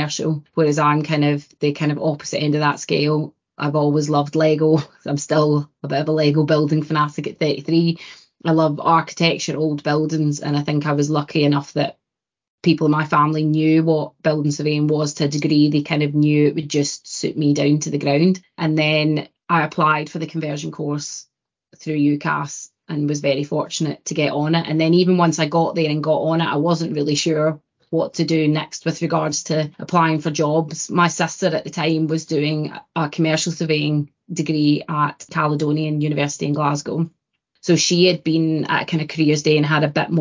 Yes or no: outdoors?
no